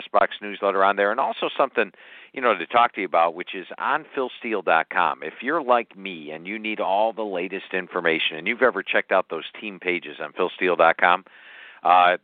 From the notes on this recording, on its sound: takes calls from listeners